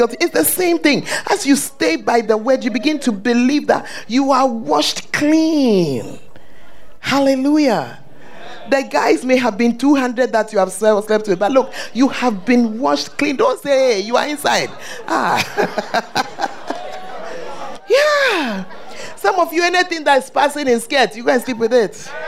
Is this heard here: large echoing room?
yes